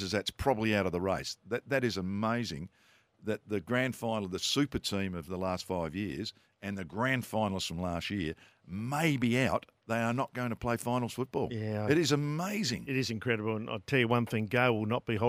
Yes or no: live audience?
no